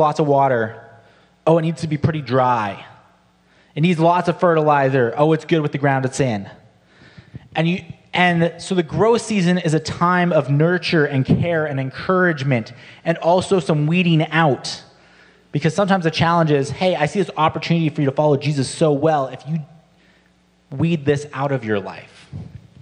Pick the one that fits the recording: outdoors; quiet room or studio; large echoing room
large echoing room